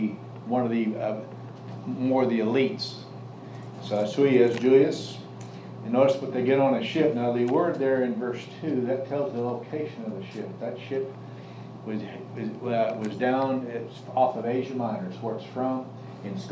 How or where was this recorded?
live audience